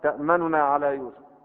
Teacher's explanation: يعني نطق جزء من الضمة، من ضمة النون · Term: روم الحركة